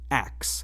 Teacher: some people pronounce the word ask as ax, inverting the K and S sounds · Term: metathesis